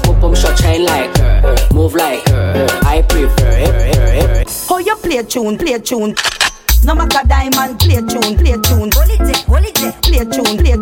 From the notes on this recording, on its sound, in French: On a enregistré cette soirée incroyable !